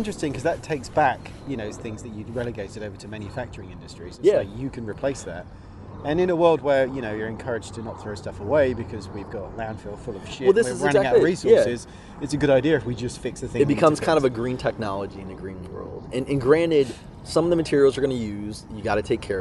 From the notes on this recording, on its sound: We recorded in a cemetery in London, so there are background noises. The whole gamut of life - cars, sirens, passing people, kids, birds in the sky, aircraft, wind – it’s all there in a place of the dead. It's all background, our audio is clear.